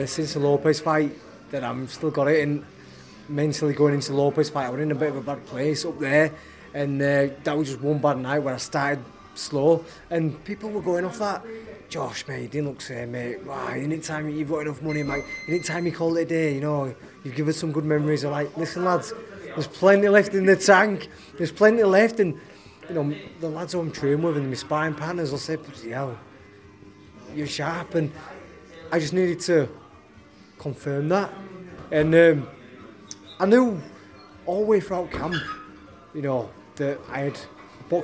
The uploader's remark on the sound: at this gym in Garforth.